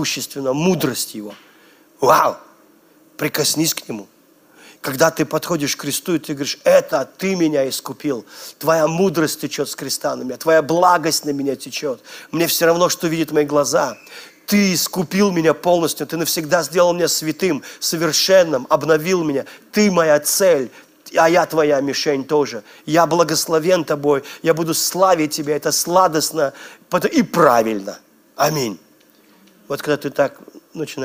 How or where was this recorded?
large echoing room